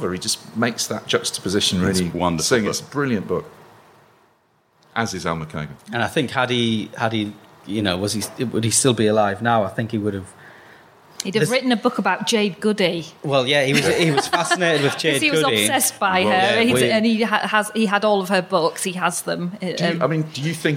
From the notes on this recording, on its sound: recorded earlier this year live at the Durham Book Festival